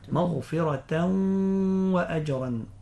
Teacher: حكم هنا حكم الإدغام بغنة لوقوع الواو بعد التنوين، حكم نون التنوين الإدغام، مغفرة وأجرا، والغنة مقدارها حركتان.